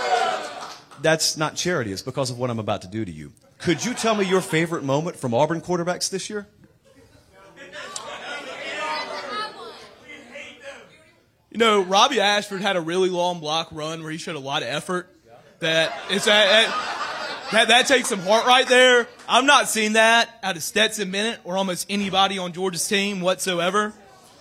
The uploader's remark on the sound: All that plus a loaded Q&A live from Tuscaloosa and added best bets on the Ramen Noodle Express.